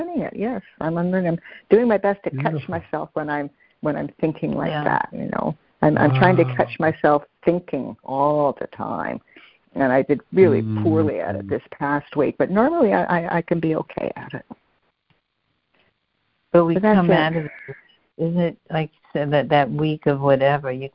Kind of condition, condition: link, phone line